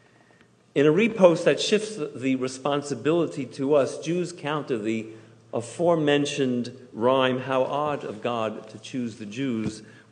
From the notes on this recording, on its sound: Delivered on Yom Kippur at Temple Emanu-El